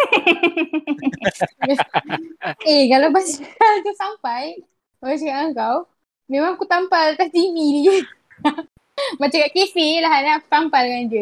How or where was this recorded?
video call